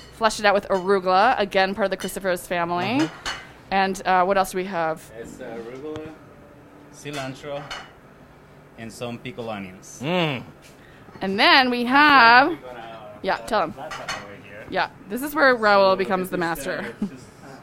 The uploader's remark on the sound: Live from Nurture, A Wellcare Marketplace!